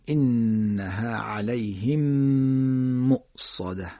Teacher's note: یا در سوره همزه انها علیهم مؤصده، علیهم میم ساکنه، بعدش مؤصده میمی است که ضمه داره، میگیم انها علیهم مؤصده، میم در میم ادغام میشه. خب چون میم مشدد میشه قنه هم داره